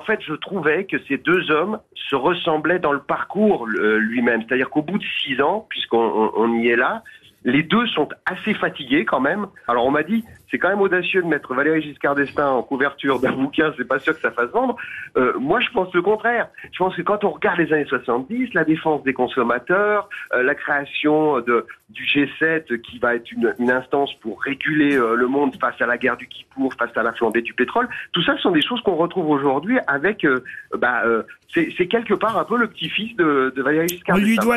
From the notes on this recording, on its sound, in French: au téléphone des Grosses Têtes